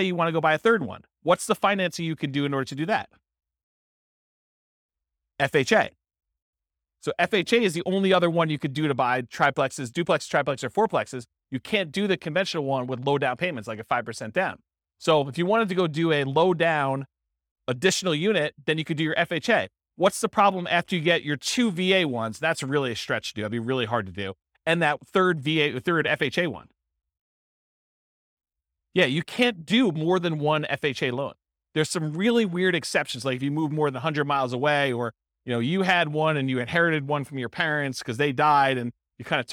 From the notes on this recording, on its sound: This was a live class recorded